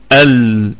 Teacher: ونراعي أيضا في اللام صفة البينية التوسط بين الشدة والرخاوة، ال يكون فيها شوية زمن.